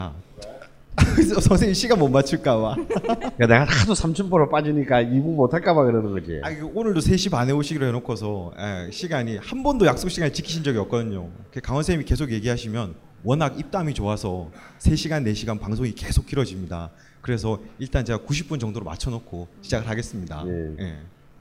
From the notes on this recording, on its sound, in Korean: 뻘쭘한 공개방송.